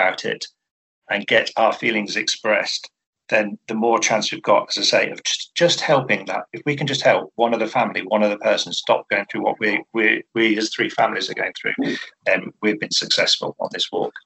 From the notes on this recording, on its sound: via Zoom